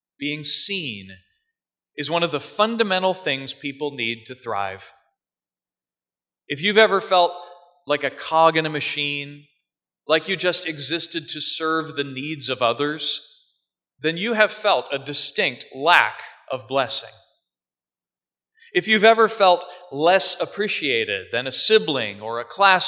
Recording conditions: large echoing room